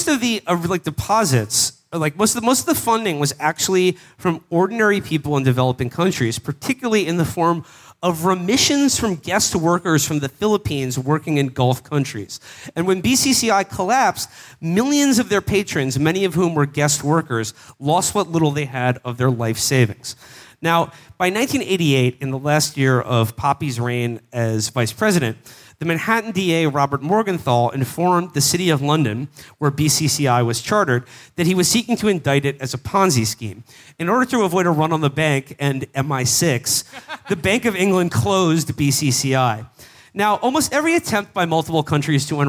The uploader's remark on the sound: Best of Texas Live. Live from Dallas and Houston.